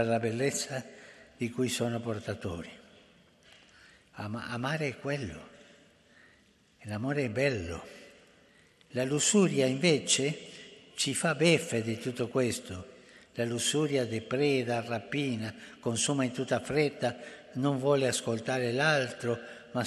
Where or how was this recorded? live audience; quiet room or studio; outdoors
live audience